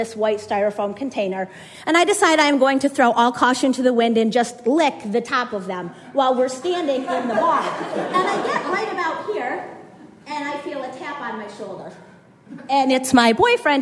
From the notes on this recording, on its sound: had us rolling in the aisles at the Howl Story Slam in Clayton, NY in Summer 2016, and did it again at our Grand Slam event in Heuvelton, NY